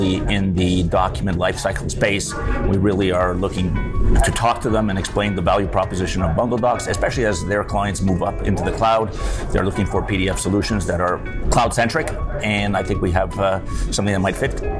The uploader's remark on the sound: At the 2023 International Legal Technology Association Conference